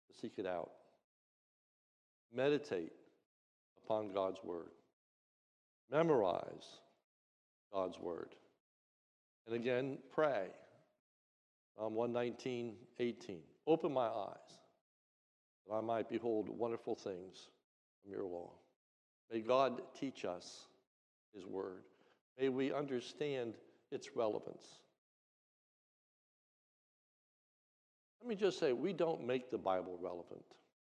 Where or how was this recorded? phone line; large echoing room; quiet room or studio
large echoing room